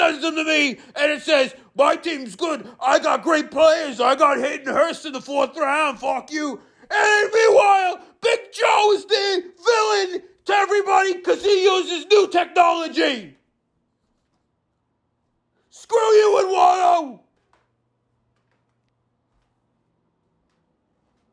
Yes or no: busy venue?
no